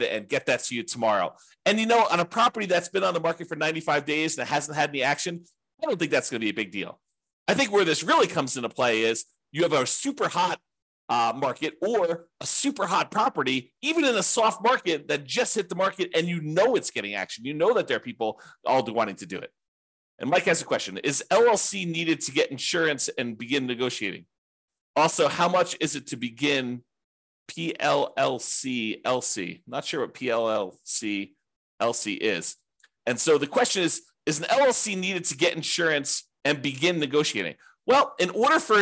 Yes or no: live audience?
no